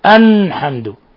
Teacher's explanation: من أخطائهم قلب اللام لام الحمد إلى نون